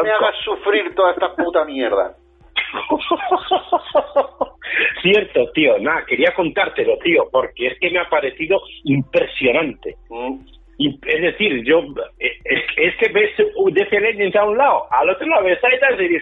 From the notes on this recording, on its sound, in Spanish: este audio derivado de una llamada telefónica común y espontánea